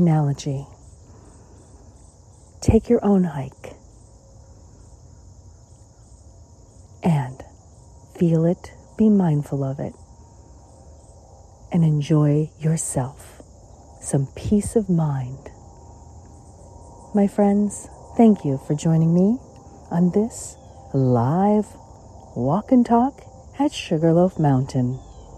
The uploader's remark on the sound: LIVE from Sugarloaf Mountain, Maryland, USA. This is a special on location Walk and Talk of our Mindfulness Summer Tour 2022.